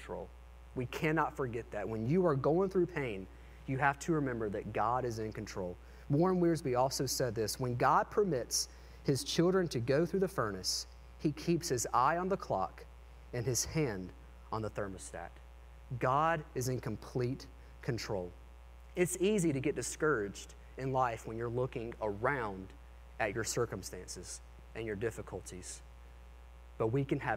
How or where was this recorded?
large echoing room